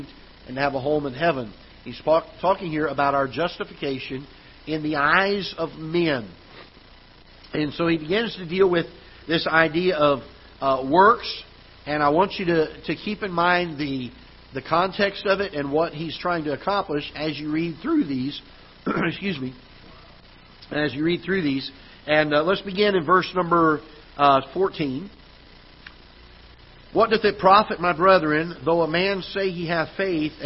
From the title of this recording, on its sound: Ketha Heights Baptist Church ~ Live Broadcast